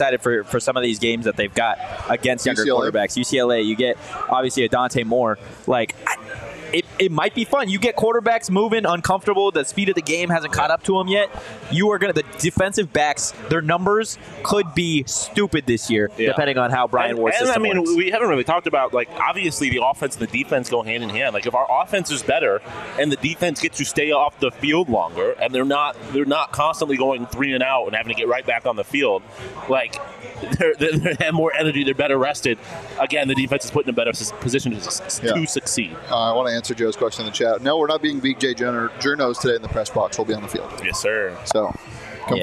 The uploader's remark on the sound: Spring Game Special Live from Illegal Pete's. Live from Illegal Pete's in Tempe.